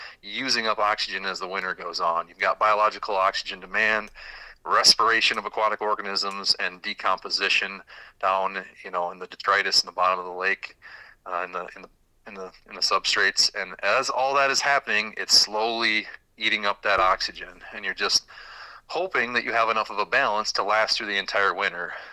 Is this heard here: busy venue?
no